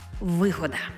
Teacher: отримує наголос на першому складі